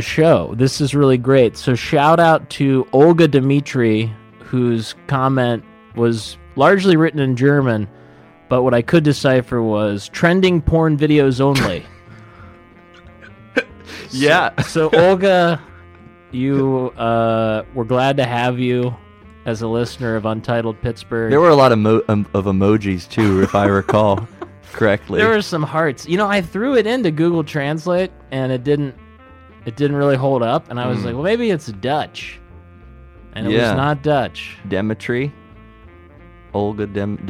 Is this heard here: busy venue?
no